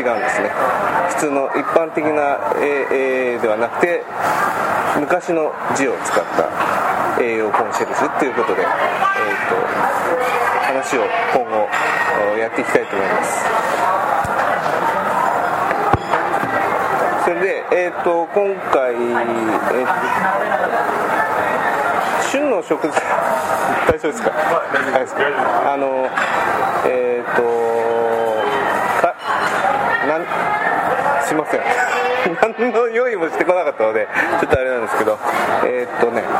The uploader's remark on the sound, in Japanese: カルビ屋大福 柏の葉店にて収録。カルビ屋大福 柏の葉店にて収録。